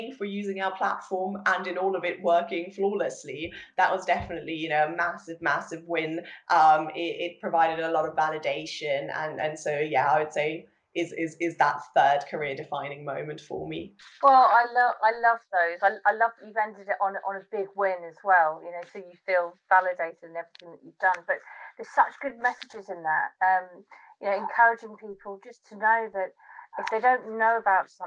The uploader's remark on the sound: joined over Skype